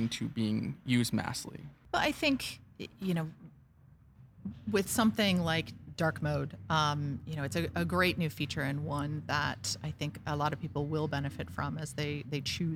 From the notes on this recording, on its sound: Recorded directly on the show floor of Apple's annual World Wide Developers Conference (WWDC)